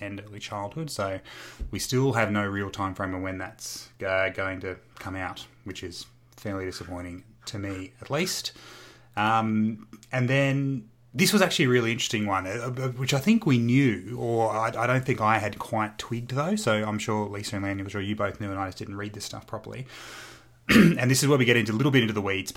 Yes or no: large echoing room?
no